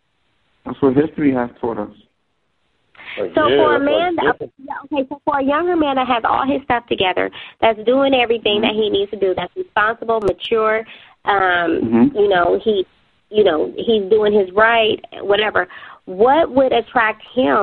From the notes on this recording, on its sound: …'s Personal Prank Phone Calls Collection.